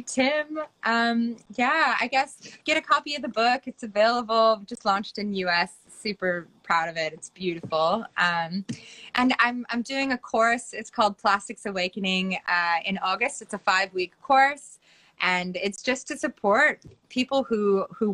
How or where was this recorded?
video call